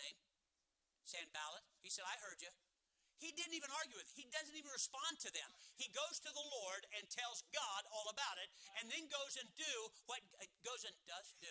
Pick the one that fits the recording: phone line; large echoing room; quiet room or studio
large echoing room